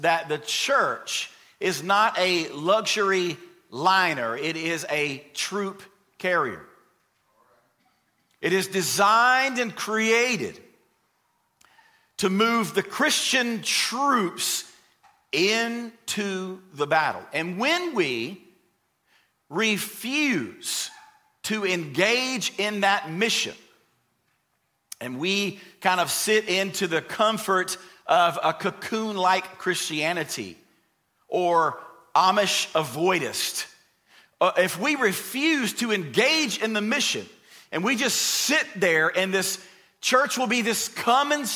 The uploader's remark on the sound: Recorded from the LifePoint Church Stewarts Creek Campus in Smyrna, TN.